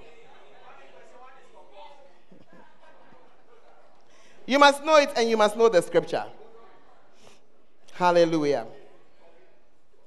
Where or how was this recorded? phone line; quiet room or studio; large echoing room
large echoing room